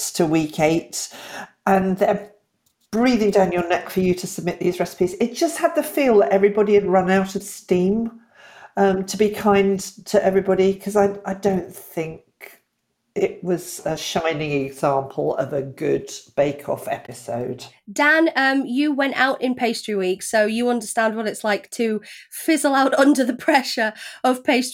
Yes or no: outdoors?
no